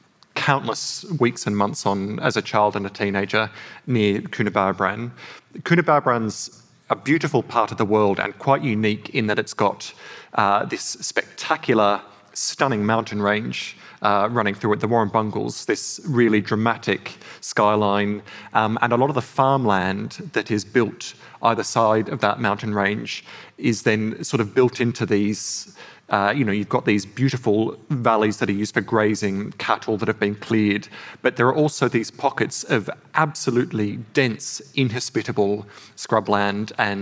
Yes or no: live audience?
yes